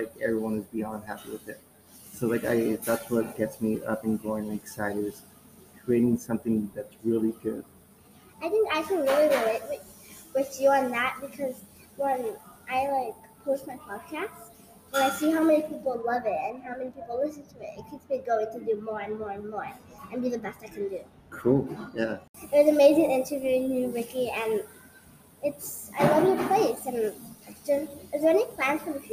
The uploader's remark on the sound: On location at Coffee Muse. On location at Coffee Muse. Small batch coffee shop located in the heart of Down Town Santa Ana.